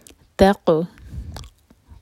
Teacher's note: تق، قاف پر سکون ہے، قاف پر قلقلہ